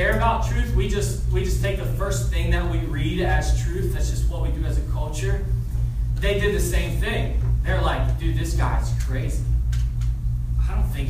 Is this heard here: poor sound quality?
yes